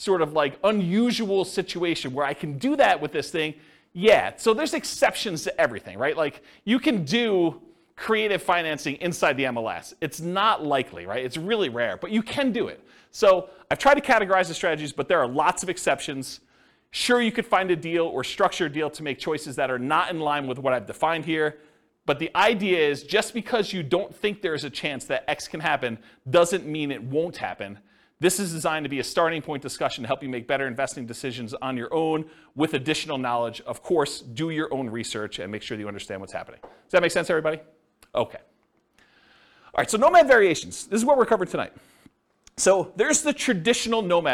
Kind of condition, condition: setting, live audience